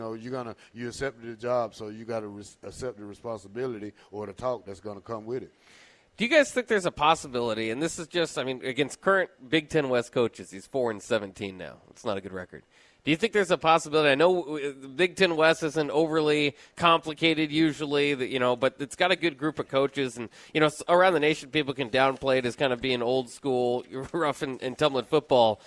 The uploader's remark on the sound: LIVE at Wingstop